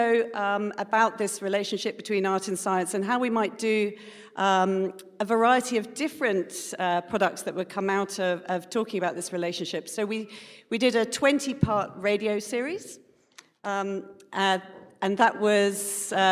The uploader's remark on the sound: A live session from #JaipurLitFest2020.